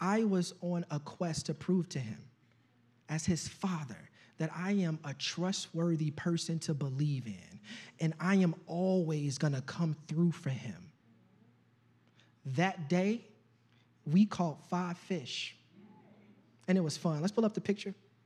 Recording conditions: large echoing room